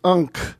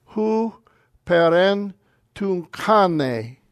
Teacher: when you have a gamma in front of a ki or a gamma in front of a kappa, the gamma is pronounced as an N sound